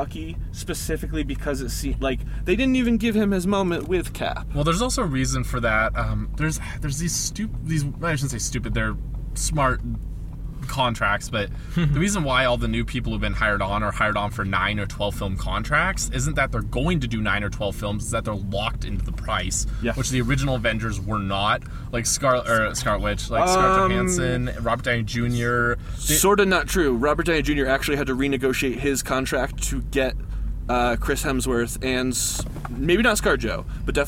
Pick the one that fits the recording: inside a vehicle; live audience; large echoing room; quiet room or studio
inside a vehicle